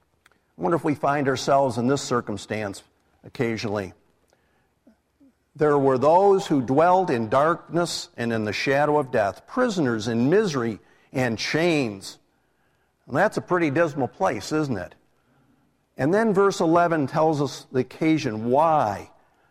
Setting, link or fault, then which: setting, large echoing room